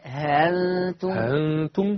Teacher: يا إما سهل الهمزة تبقى هنتم، بس ريح فتحة الهاء · Term: التسهيل